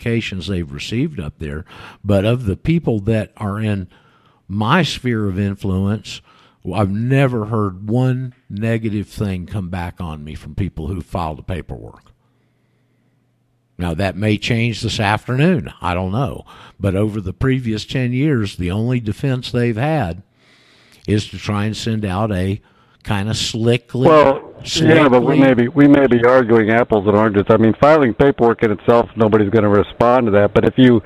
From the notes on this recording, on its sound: called in to tell us about his personal situation in South Florida